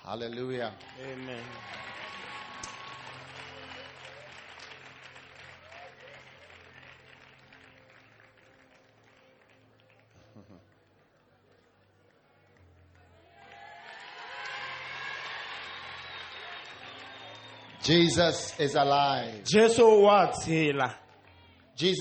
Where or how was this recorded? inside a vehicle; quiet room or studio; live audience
live audience